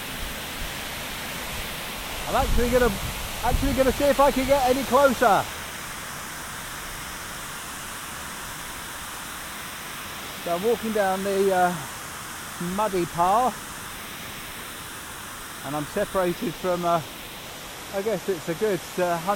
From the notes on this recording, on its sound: Cascading water at the Hydro-Electric Plant in Murcia Region, Spain. This was recorded this morning just outside of the Hydro-Electric plant in the Murcia region of Spain.